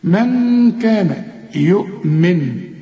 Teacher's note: ي صغيره علشان تقول به عند الوصل، به من كان برضو نون وبعدها كاف، والكاف من حروف الاخفاء هنا غن واخفي، من كان يؤمن، يؤمن اذا وقفت عند الوصل مضموم النون